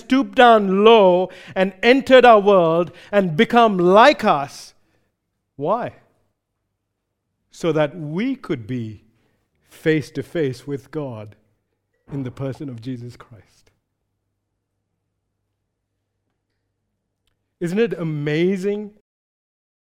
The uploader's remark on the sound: recorded live at Grace Community Bible Church